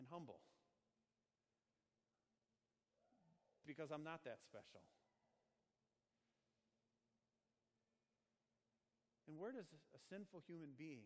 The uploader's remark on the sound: Sermon preached at Our Savior Lutheran Church in Birmingham, AL, on Sunday, September 1, 2019.